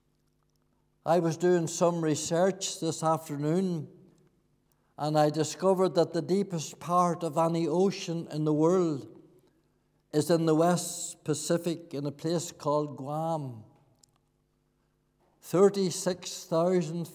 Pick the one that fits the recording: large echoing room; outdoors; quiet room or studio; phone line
large echoing room